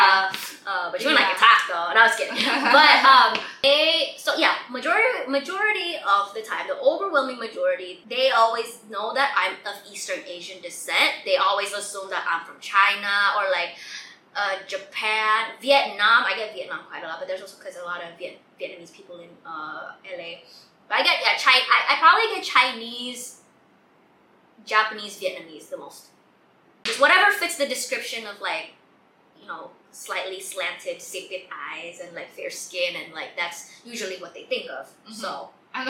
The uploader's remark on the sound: The audio for this episode, is ALSO as bad as the last episode.